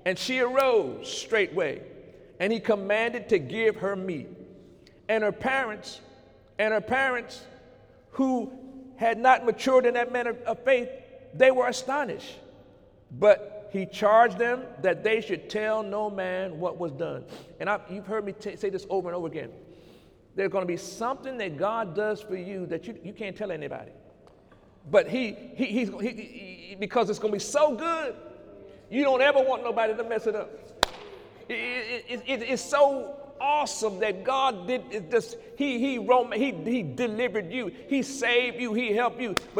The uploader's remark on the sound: During Sunday morning service